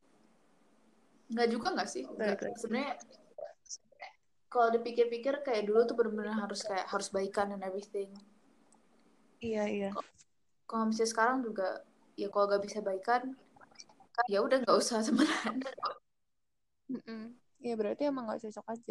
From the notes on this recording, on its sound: Apologies for the quality of the audio in this episode